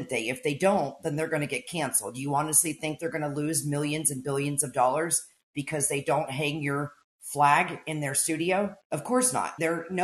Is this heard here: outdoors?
no